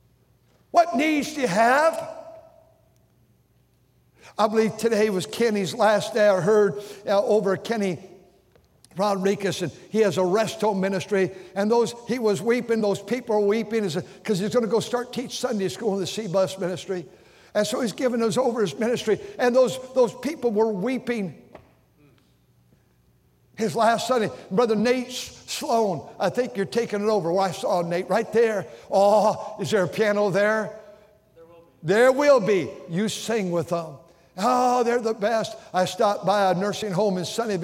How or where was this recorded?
large echoing room